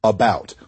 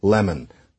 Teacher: it's made into a kind of a schwa-y indistinct sound